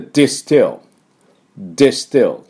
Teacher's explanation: 発音かっていうとね、スペルはね、D-I-S-T-I-S。LL で distill distill って言います。で、この発音ですが、工事現場でドドドドドドッとね、ドリルで穴を開けてる人いますね。ドドドドドドドドドドドドド、この音です。ドドドドドドドドドで distill distill と前の方で音をね、爆発させてください。